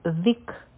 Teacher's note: په کاف باندې سکون دی، دلته به همس کو، سا به جاری ساتو